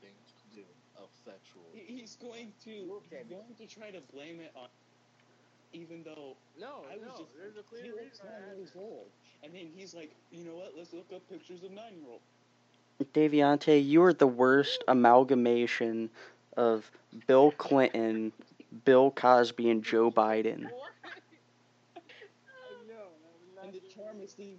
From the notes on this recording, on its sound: Probably Bad Audio Again.